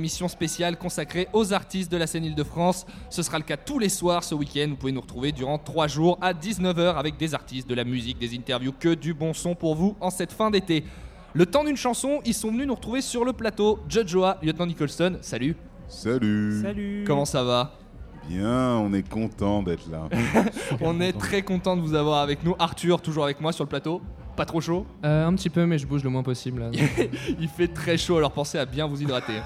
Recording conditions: live audience